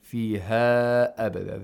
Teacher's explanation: Disjunct lengthening. There's a separation between the long vowel and the cause of the med, which is Hamza, by the way. Yeah. They're in two separate words. · Term: matul munfasil